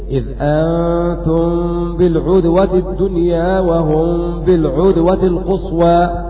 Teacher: وقرأ باقي القراء بضم العين